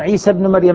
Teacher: عيسى بن مريم عند الوصل يحذف الألف